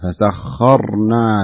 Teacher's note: انتبه للراء لا تحركها وهي ساكنة فتقول لا تقولوا فسخرنا لا فسخرنا له بهذا الشكل.